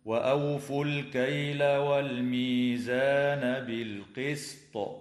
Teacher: يجوز الوقف على كلمة بالقسط من قبيل الوقف الحسن مع وجوب قلقلة الطاء حال الوقف